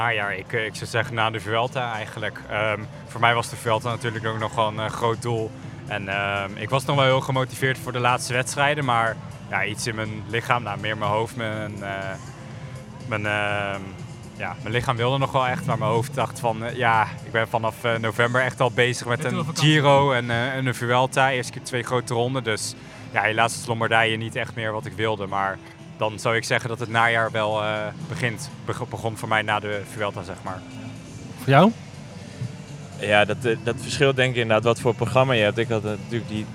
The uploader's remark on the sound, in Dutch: Die laatste twee schuiven ook aan in de WielerFlits Podcast, die live op locatie werd opgenomen.